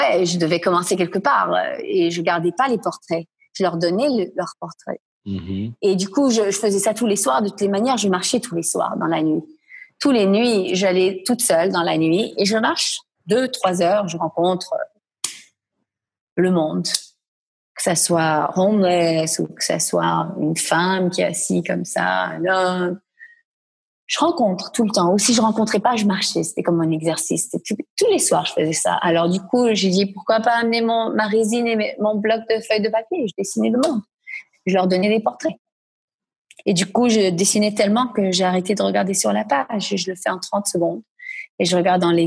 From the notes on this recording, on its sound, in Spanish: En Zoom.